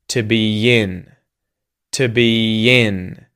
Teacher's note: I'm joining them with a y vowel sound. It's sort of slight, but that's how I'm joining those two vowel sounds.